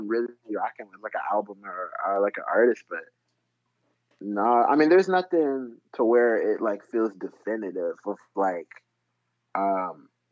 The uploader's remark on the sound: Another phone-call interview with a talented guy out of Detroit.